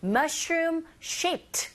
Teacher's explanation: 억양은 그렇게 잡아주시면 되고 mushroom-shaped, ED가 붙어서 T 이렇게 잠깐 약하게 발음하시면 되고요